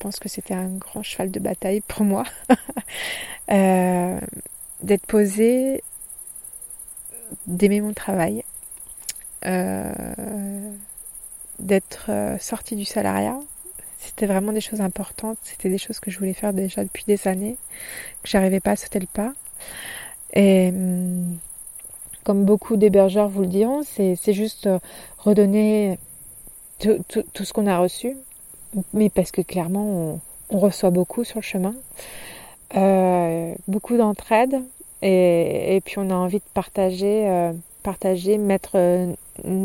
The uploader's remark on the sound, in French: Au moment de cet enregistrement, il fait nuit noire au pied du château d'Estaing. Pour brancher mon micro.